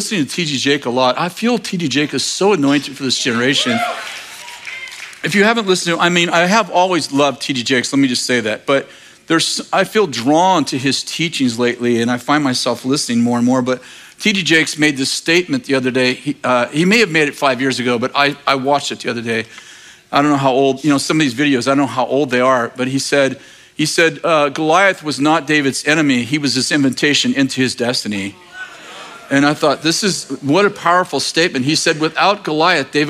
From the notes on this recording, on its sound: In this message from April 2nd, 2023 at Bethel Church in Redding CA